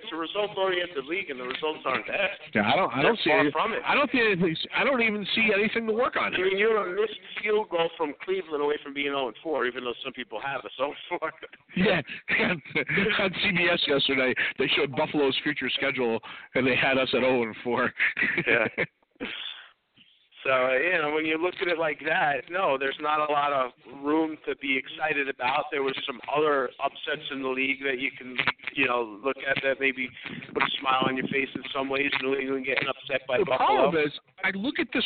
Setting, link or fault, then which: setting, busy venue